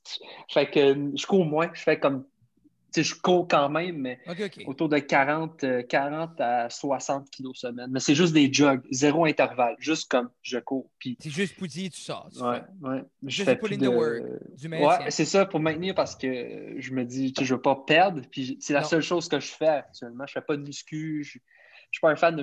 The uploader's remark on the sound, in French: Un papa Brayon qui habite dans la belle province nous jase sur Zoom.